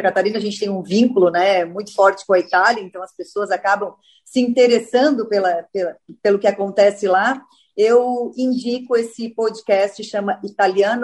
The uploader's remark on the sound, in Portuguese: Direto de Londres. Nessa mesa redonda virtual.